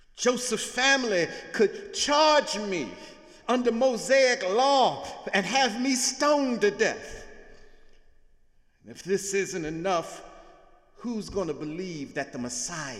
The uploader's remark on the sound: Sunday sermon December 10, 2017 in the Memorial Church of Harvard University